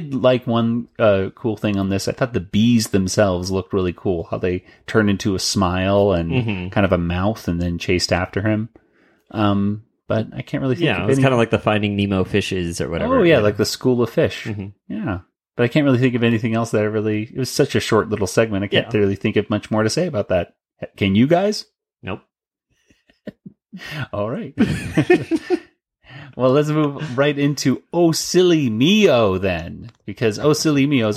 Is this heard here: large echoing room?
no